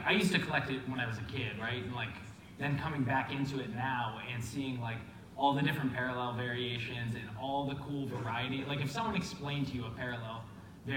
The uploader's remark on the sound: broadcasts live from the Mint Collective at the MGM Grand in Las Vegas